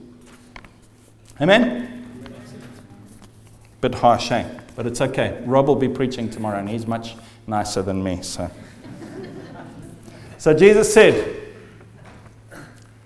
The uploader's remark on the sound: The first night of the Leading Lights Network Conference 2015.